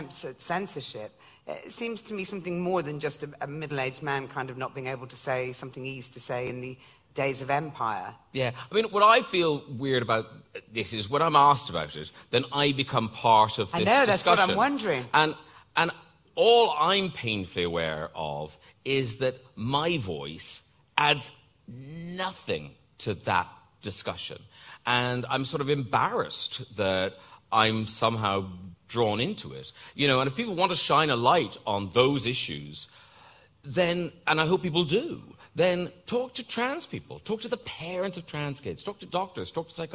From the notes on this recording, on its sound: live at an evening event at the Cheltenham Literature Festival